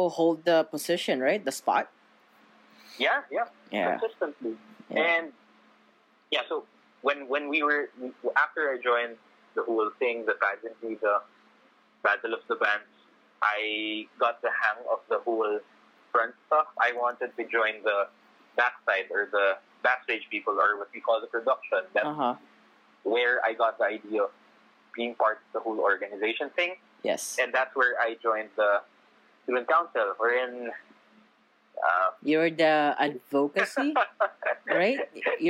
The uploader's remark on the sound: I apologize for the audio and production.